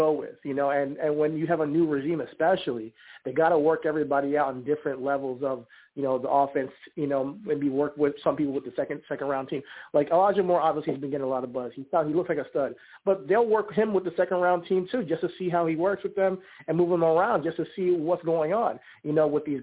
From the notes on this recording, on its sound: I take live callers!